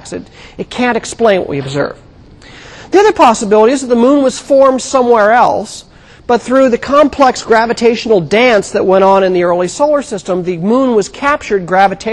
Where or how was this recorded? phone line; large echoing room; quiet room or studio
large echoing room